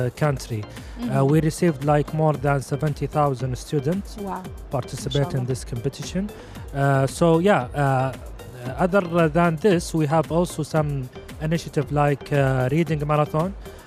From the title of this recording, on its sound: Live at SIBF 2023